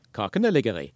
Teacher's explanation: Men det er likevel bare én en eneste tonelag to-melodi.